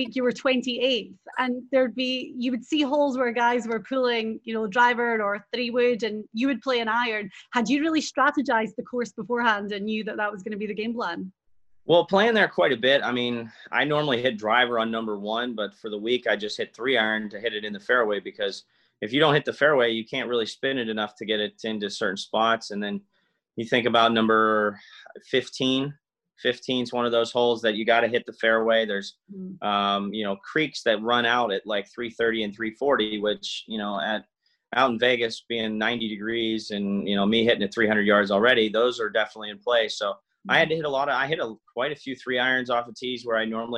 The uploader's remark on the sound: The Zoom-video of the interview is here.